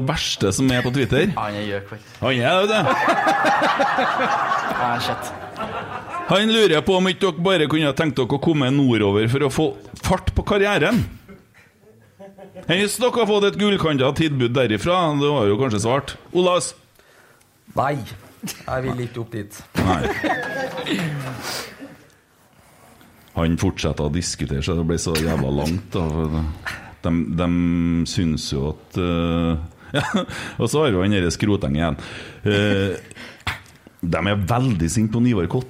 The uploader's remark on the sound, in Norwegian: Live pod fra Lerkendal.